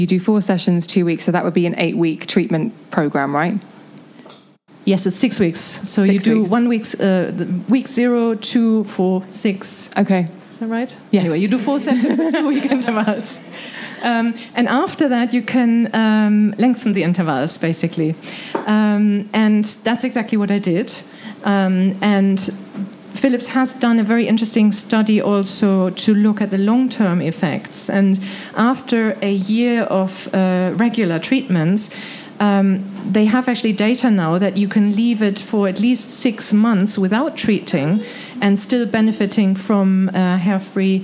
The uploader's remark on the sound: in front of a live audience